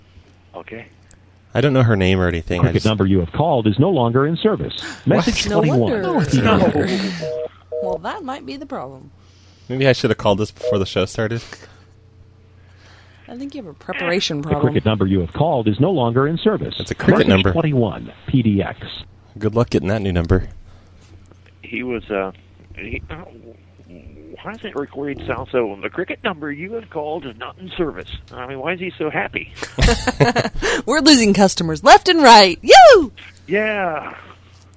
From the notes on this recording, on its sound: Personal Prank Phone Calls Collection